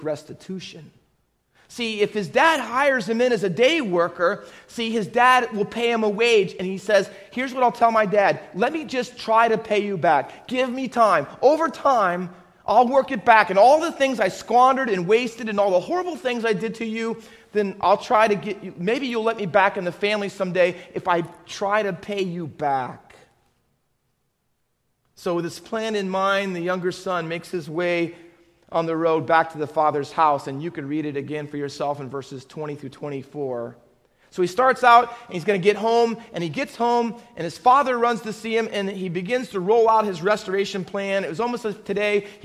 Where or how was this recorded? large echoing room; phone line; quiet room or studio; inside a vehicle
large echoing room